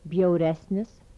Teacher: Bilabial stops with palatalization.